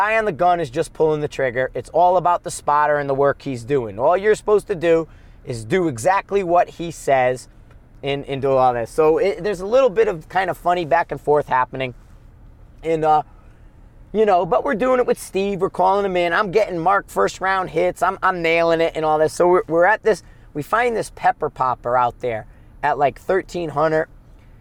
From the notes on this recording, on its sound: Driving Back from Gunsite, a road trip episode